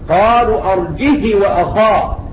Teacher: وقرأ قالون بكسر الهاء مع القصر